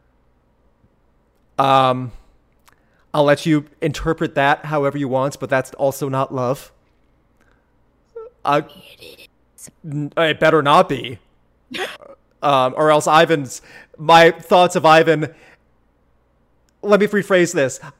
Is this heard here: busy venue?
no